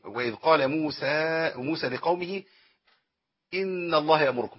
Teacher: دي ايه دياء منطوقة في الوصل تمام واتصلت بهمزة فبقت عندي حرف مد اتصل بهمزة فده مد من قبيل ايه المنفصل